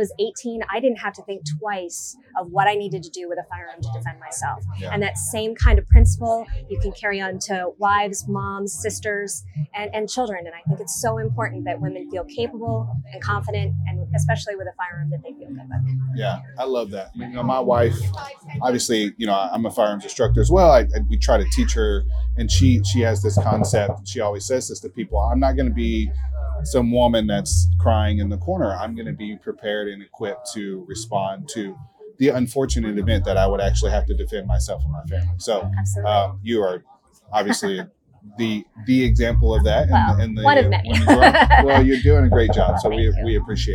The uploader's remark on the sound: On Location at the Smith & Wesson Grand Opening. Were invited to the Smith & Wesson Grand Opening & Fall Festival in Maryville, Tennessee, back in October.